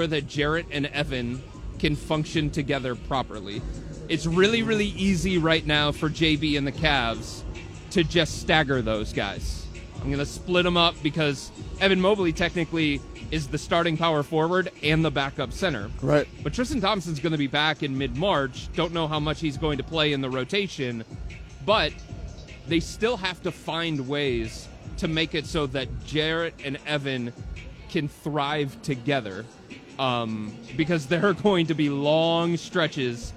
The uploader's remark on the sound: live from Rocket Mortgage Fieldhouse